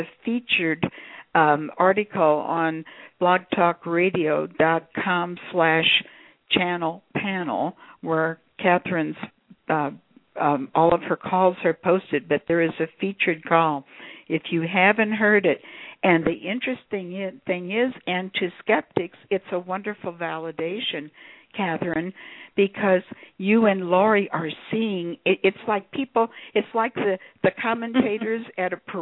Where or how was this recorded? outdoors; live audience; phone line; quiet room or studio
phone line